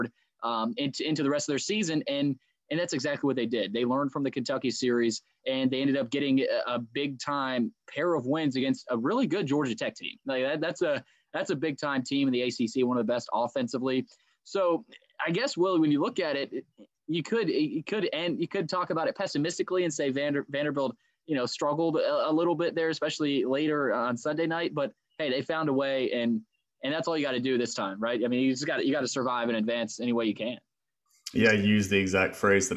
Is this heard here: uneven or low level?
no